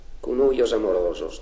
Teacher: la conservación de la S final, que no se conserva en el resto de los dialectos de Italia